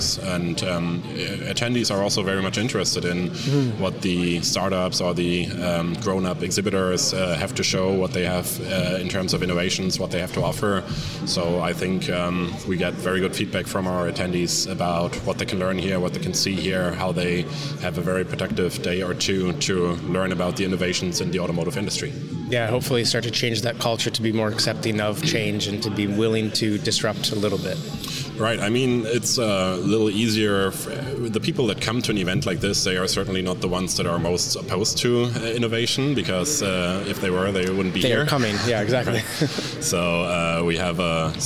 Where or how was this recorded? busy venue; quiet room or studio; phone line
busy venue